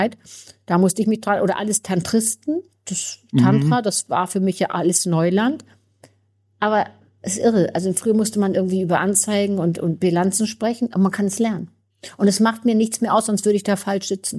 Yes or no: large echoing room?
no